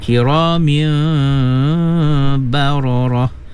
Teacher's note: tanwin bertemu dengan ba, iklab, ya, wajib gunnah